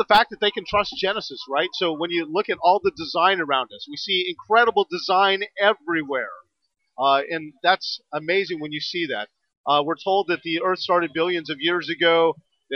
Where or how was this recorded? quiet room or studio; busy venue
busy venue